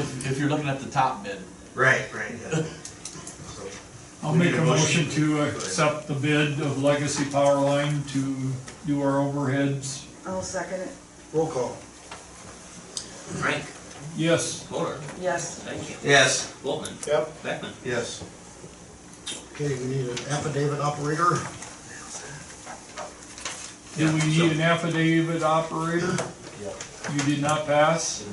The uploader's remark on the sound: March 20, 2023 Lake View City Council Meeting